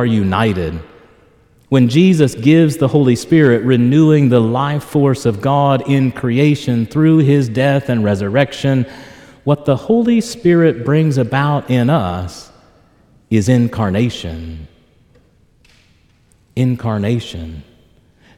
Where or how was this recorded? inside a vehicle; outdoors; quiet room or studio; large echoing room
large echoing room